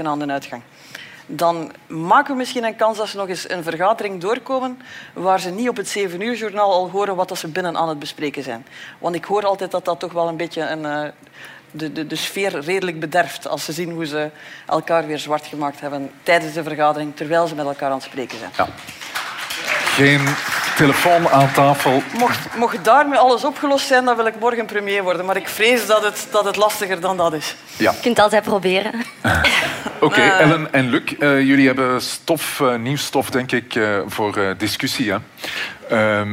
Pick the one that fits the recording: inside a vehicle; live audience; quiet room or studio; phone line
live audience